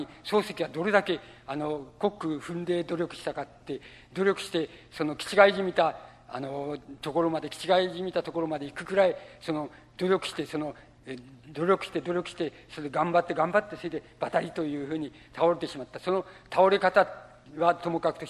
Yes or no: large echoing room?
yes